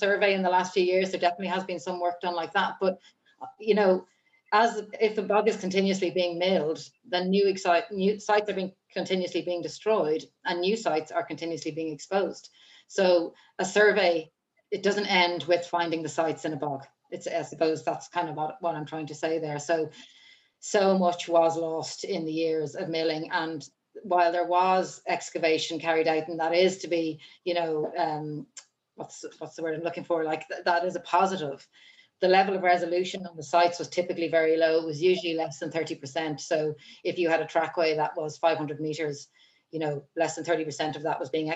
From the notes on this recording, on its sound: joined for a Zoom chat